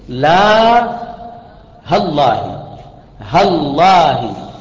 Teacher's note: ويجوز لعل اللغة الثالثة أن تحذف عند القصر، أن تحذف ألفها وتحذف همزة لفظة الجلالة المقطوع بها، همزة قطع لفظ الجلالة تقطعهما لفظا، تقطع الألف منها وهمزة لفظ الجلالة لفظا لا خطا، فيصير لا هالله، هالله.